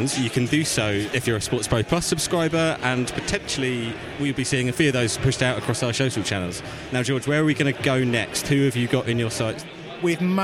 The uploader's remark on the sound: On the floor at SportsPro Live 2023. This week SportsPro took over the Kia Ova to stage SportsPro Live 2023. Capture the sights and sounds of the two-day event in London.